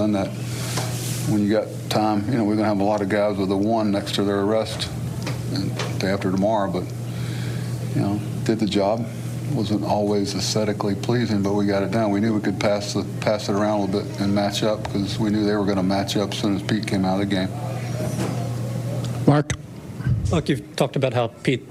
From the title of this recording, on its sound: Postgame Press Conference